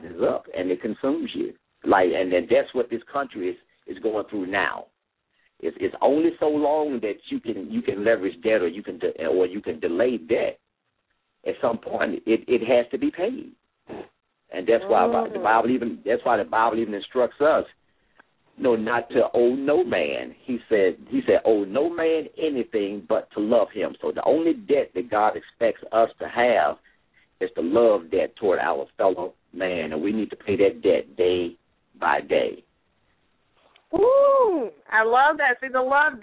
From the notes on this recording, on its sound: LML uses a progressive live call in format.